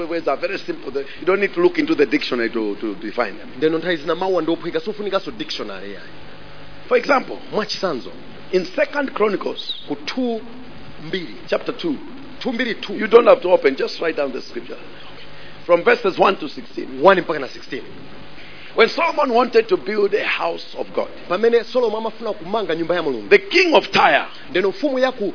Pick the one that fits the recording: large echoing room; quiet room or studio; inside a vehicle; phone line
large echoing room